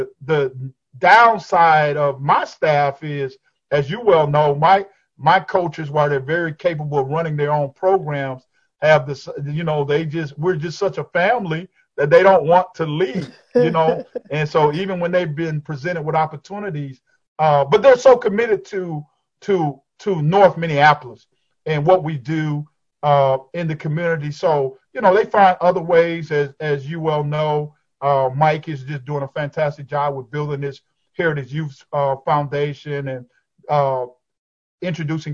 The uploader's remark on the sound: over Zoom